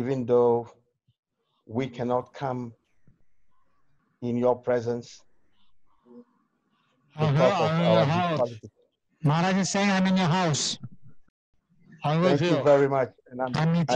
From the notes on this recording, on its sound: Zoom Session With Ghana Devotees